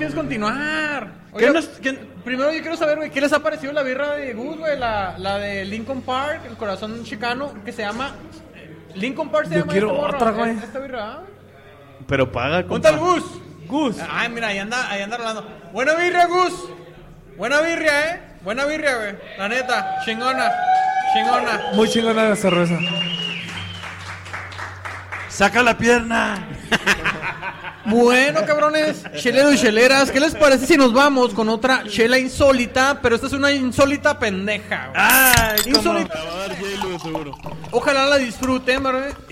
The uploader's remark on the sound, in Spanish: En Vivo. Grabado en Old SheepDog Brewery.